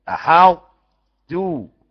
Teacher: جيب الاطباق بتاع الطاء وانزل على التاء.